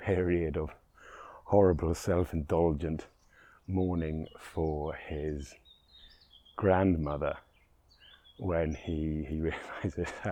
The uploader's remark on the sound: Roving Episode. Special on location recording that starts deep in the beach woods and bursts into the orchard.